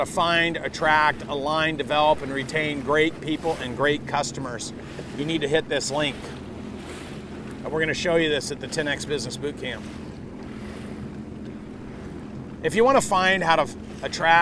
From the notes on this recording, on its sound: I am coming live to you from a jet ski in Capri, Italy. I am jet skiing in the South of Italy.